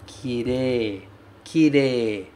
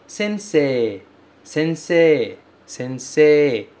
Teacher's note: Em vez de E-I, fala E. Kirei. Um E um pouco mais longo.